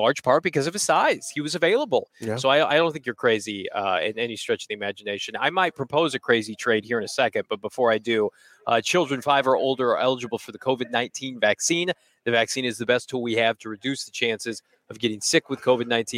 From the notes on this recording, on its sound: live from the combine in Indianapolis